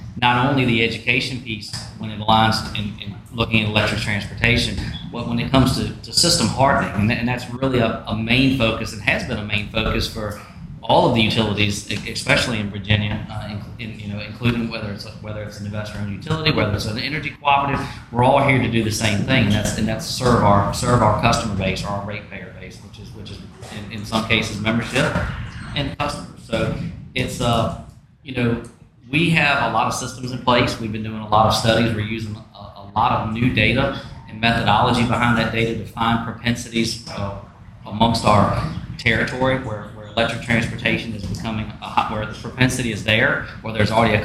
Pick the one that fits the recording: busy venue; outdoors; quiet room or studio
busy venue